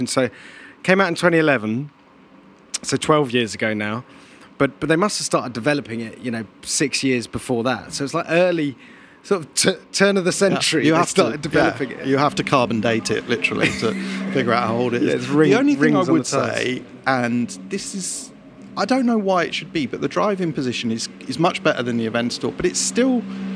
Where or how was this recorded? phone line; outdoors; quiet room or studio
outdoors